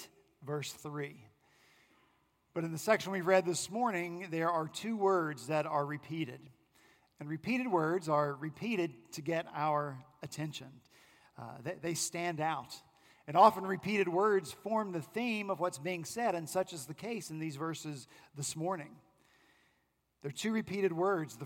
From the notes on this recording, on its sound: Our senior pastor at Redeemer Presbyterian Church in Charleston, SC, preached